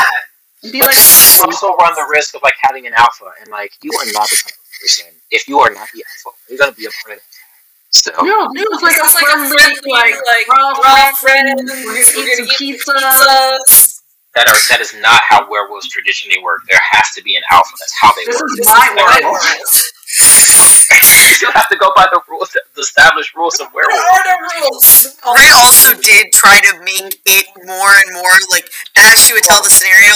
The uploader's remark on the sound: We apologize for the echo in this episode- it was one of the earliest episodes that we recorded, and we are improving with every record.